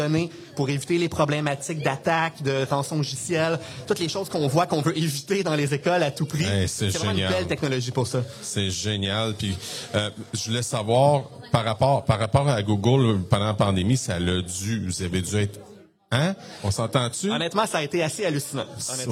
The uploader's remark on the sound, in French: L'entrevue a été enregistré au 41e congrès de l'AQUOPS les 4, 5 et 6 avril 2023.